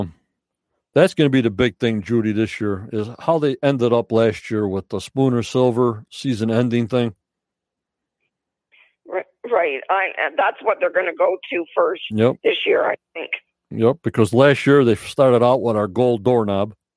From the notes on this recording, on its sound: From Canada on the Phone.